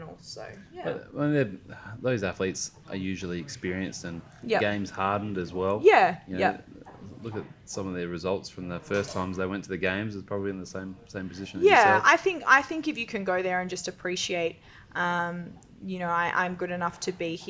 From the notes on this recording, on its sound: Live from an Athlete Training Camp in Bali